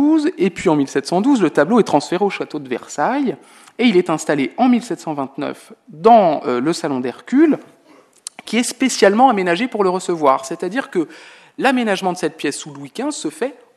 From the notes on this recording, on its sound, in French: Intervention enregistrée le 8 octobre 2009 dans le cadre du colloque « Châteaux-musées.